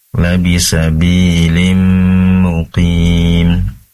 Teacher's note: pastikan di situ tanwin bertemu dengan mim juga, pastikan lebih lama gunnahnya, mendengungnya.